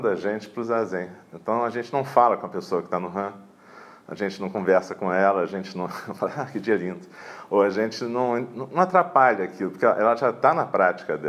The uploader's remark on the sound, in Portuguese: gravada durante a prática matinal de 25/11/2017 em Eininji